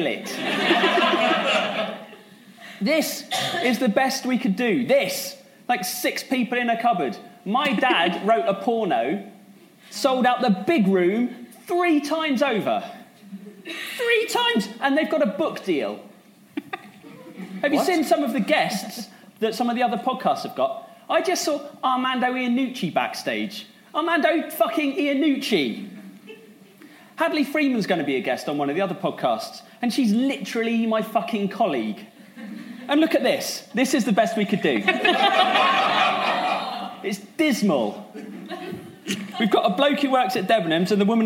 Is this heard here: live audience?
yes